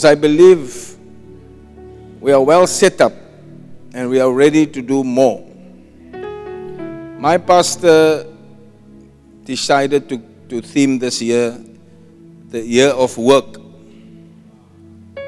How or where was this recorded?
large echoing room